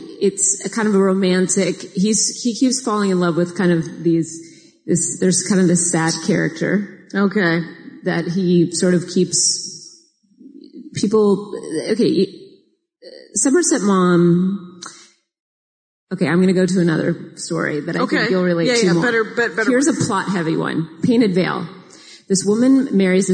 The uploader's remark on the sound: Live from Portland